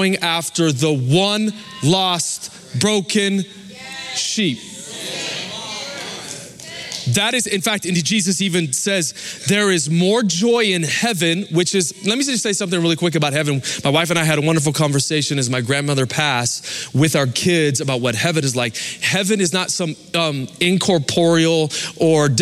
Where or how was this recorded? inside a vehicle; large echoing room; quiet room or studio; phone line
large echoing room